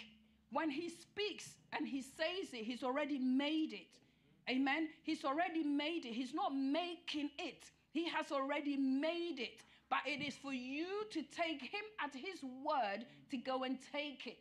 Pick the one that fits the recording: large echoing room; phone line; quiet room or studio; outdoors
large echoing room